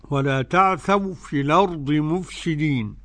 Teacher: الأرض قرأ ورش عن نافع بالنقل